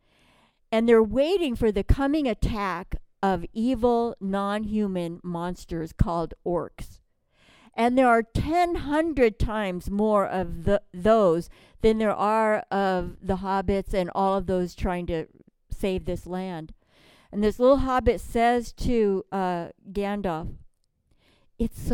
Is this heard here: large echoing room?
yes